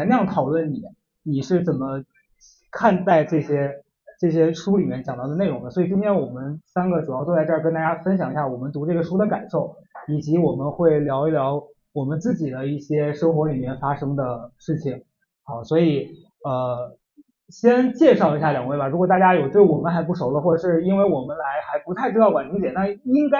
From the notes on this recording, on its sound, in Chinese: 我们在线下举办的一次读书分享会。由于现场收声，所以音频的音质有些受损。